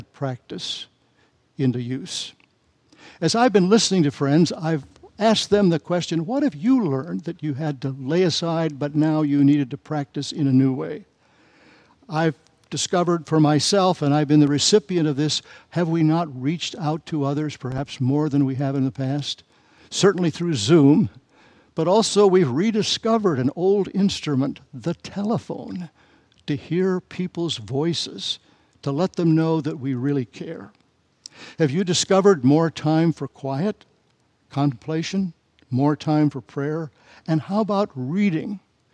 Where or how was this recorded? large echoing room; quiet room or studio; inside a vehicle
large echoing room